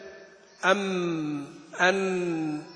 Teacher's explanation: استطيع تمد أم أن، فالجزء الفموي ما في امتداد، الامتداد يحصل من هنا، ولذلك نقول إنه امتداد متوسط، ليس كالحروف الرخوة يعني تمده كثيرا، ولا كالحروف الشديدة ينحصر الصوت بها تماما · Term: الغنة